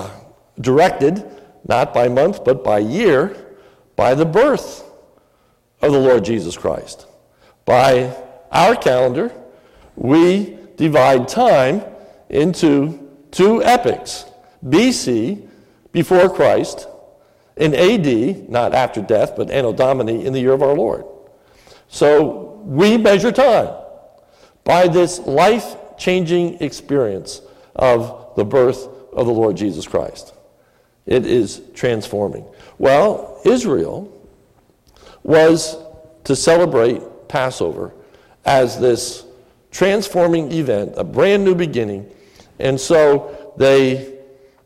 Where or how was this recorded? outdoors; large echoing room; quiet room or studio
large echoing room